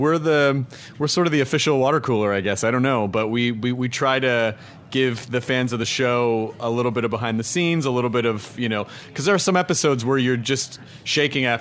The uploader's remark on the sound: LIVE from Comic Con 2013